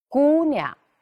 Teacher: 第二个轻声音节，它的音长读得短了，那么第一个音节呢，相对来说，哎，要加长一点